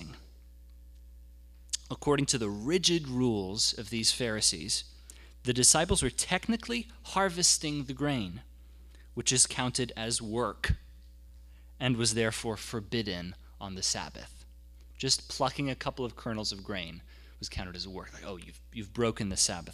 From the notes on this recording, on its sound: The audio from our Sunday gathering